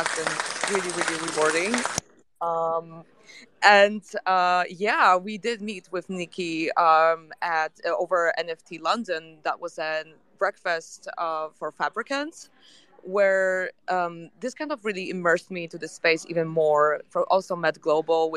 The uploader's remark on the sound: LIVE from NFTNYC. Together with the leading speakers presenting in NY.